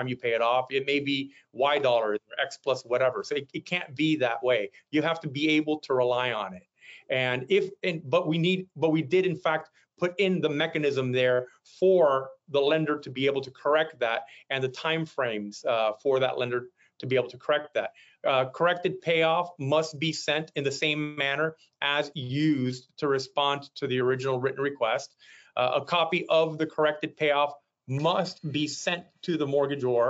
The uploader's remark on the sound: We push the audio from this webinar out on our podcast.